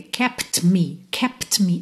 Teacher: Antes do T, eu tenho um P, estou com lábios fechados. Depois do T, eu tenho um M, também lábios fechados. Então, eu não vou abrir o lábio só para fazer um T.